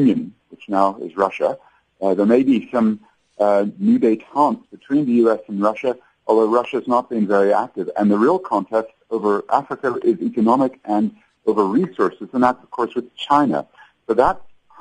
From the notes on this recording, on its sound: We are now joined on the line by our correspondent in Washington.